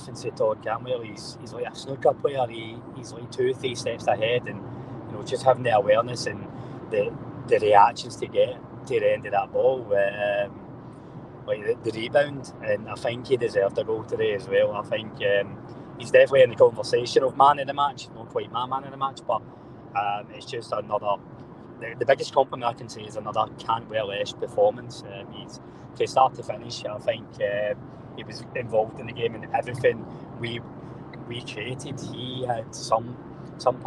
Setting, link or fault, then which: setting, inside a vehicle